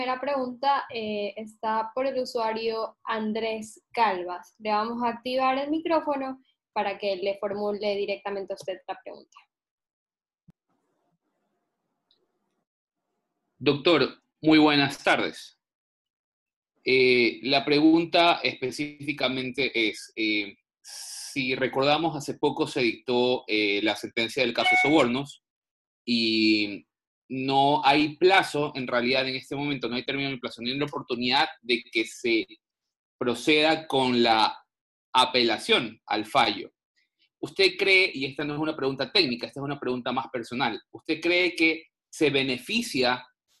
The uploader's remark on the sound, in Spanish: a través de la plataforma ZOOM